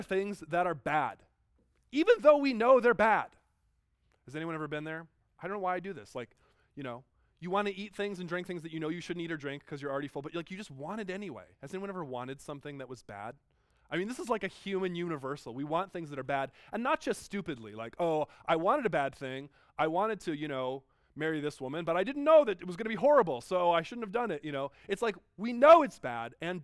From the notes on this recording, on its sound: Delivered at George Fox University on 14 January 2019.